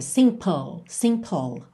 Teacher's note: Lembra que o som termina na letra L. Você faz um PL, L lá no céu da boca, a língua no céu da boca.